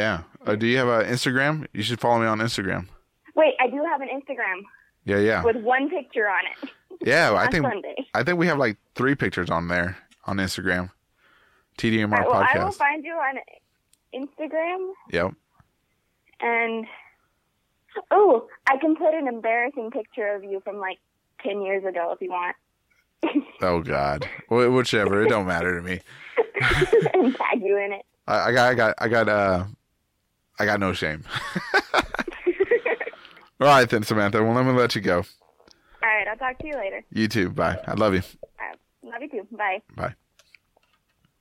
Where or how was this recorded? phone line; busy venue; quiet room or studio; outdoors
phone line